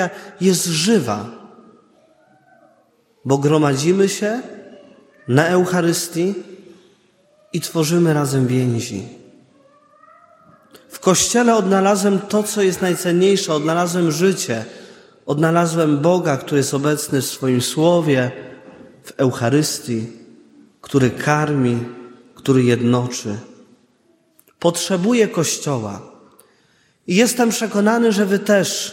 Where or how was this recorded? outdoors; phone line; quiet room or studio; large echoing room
large echoing room